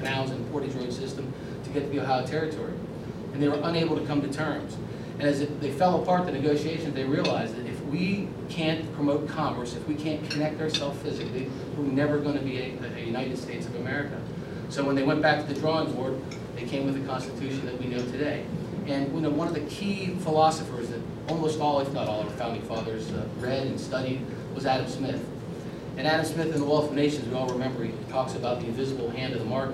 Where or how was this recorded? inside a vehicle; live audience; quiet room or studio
live audience